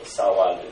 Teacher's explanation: the G sound is like an NG sound